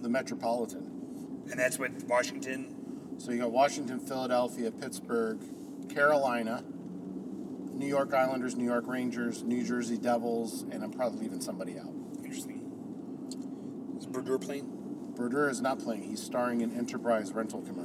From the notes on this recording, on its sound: record on their way to the Atlanta United Home Opener